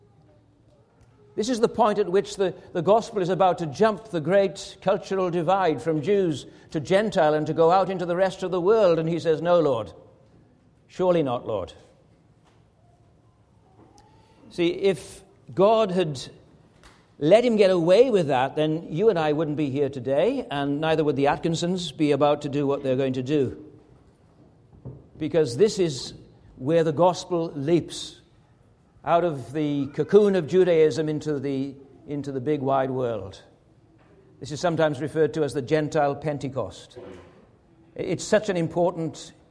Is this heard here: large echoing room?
yes